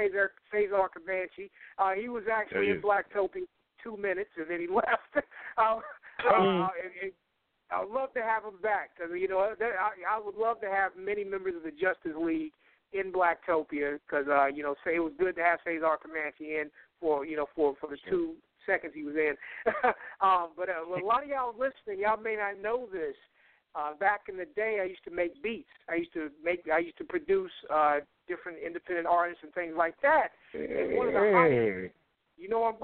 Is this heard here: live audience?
no